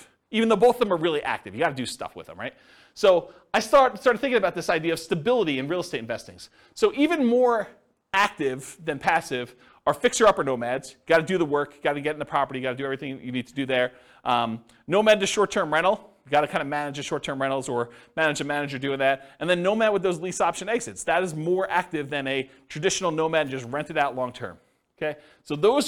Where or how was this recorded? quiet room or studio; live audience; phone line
live audience